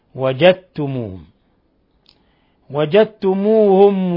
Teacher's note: الدال مدغمة بالتاء وهذا إدغام متجانسين